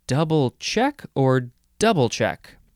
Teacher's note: The first syllable can be emphasized more than the last.